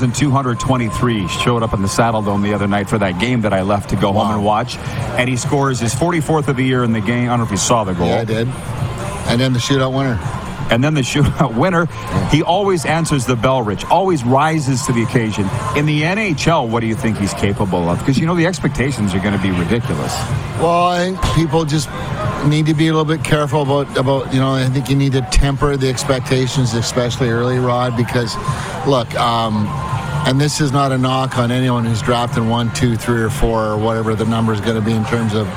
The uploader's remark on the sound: Live from the Beach House in Pompano, FLA